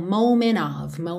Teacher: A gente pode omitir o som do T e juntar direto o N na próxima vogal